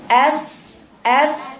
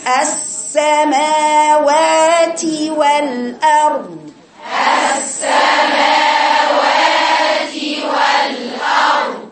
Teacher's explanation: يبقى طويلي زمن السين بيني فيه الرخاوة وهيجيلك على الراء في الأرض بيني برضو زمن الراء لا اللي فيها توسط.